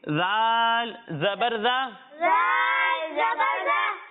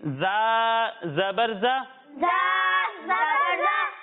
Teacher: زال کو ہم باریک پڑھیں گے اور زوں کو ہم موٹا کر کے پڑھیں گے، کیونکہ زوں حروف مستعاریہ میں سے ہے۔